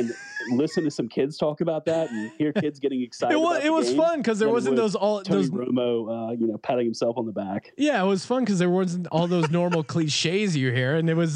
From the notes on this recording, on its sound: They also take a ton of listener calls.